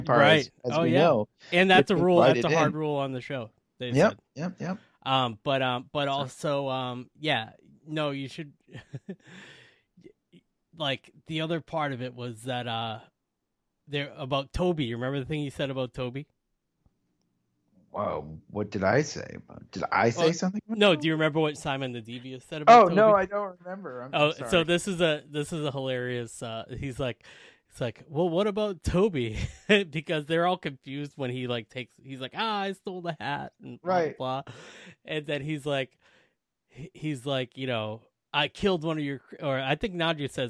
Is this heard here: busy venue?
no